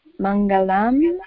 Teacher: The Mangalam, the inga sound has come here. Which means the kavarga inga.